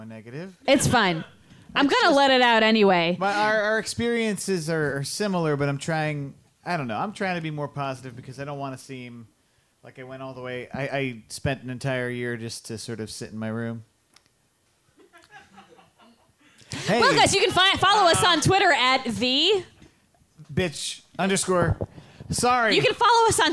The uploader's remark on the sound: A special musical performance. Recorded live from the Q.E.D.: A Place to Show & Tell in Astoria, Queens, NY.